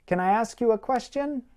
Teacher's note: One solution is to practice linking the final n sound of a word with the vowel sound of the next word